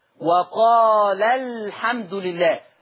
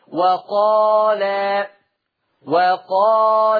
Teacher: الألف هتبقى وصلا محذوفة، أما وقفا فبتبقى ثابتة · Term: حذف حرف المد